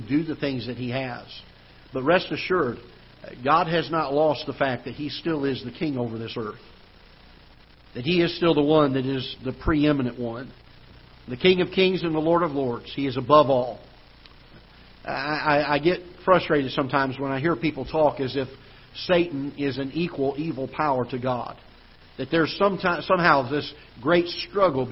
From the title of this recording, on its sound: Ketha Heights Baptist Church ~ Live Broadcast